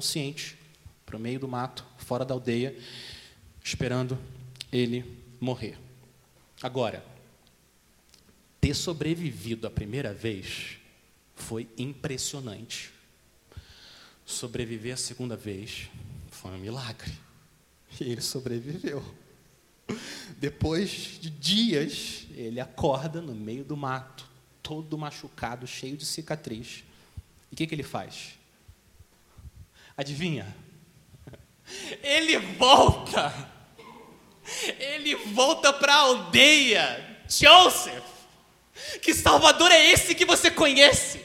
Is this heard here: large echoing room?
yes